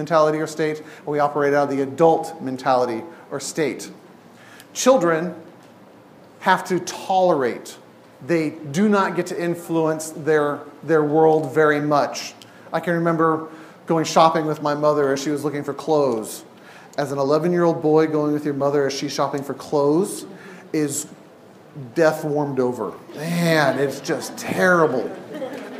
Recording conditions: live audience